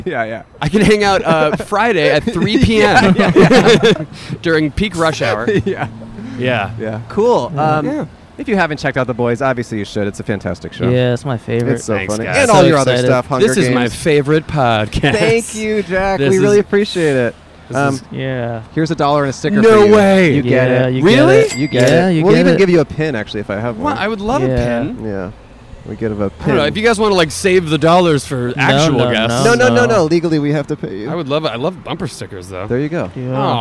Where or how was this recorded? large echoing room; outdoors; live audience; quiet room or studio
outdoors